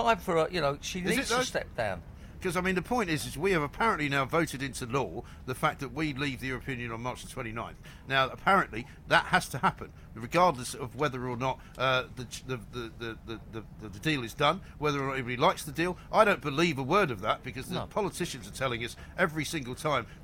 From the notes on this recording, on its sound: Live from College Green